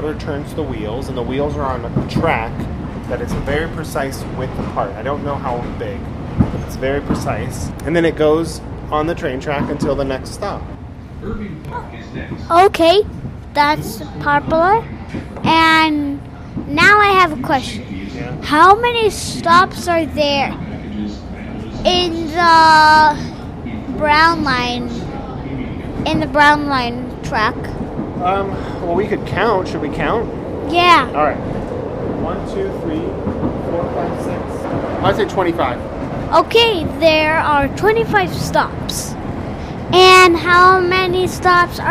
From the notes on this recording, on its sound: Episode 37: On the Train. Today we bring the mic onto the L.